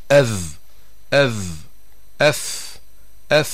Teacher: بخلاف حرف الذال وحرف الثاء فإن أقصى اللسان لا يرتفع، ولسان المزمار لا يرجع إلى الوراء، فلا يضيق الحلق وتخرج الذال والثاء مستفيلة، نعني بذلك مرققة، فنقول مثلا أذ أذ، أث أث.